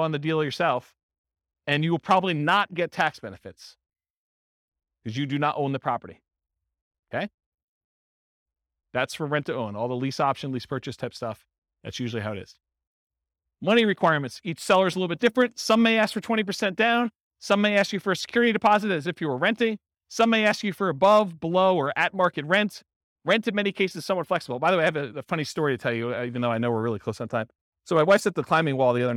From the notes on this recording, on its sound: This was a live class recorded